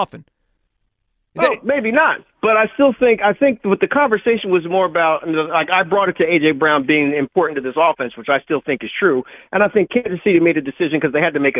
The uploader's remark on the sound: Callers weigh